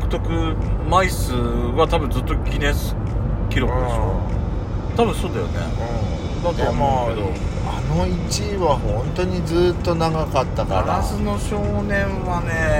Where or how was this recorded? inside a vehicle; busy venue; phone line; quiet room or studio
inside a vehicle